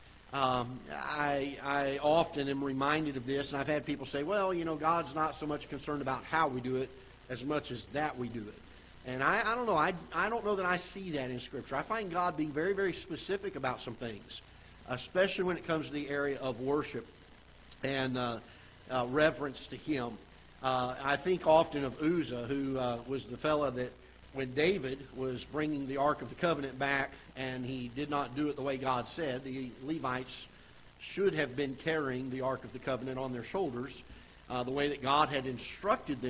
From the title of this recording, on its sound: Ketha Heights Baptist Church ~ Live Broadcast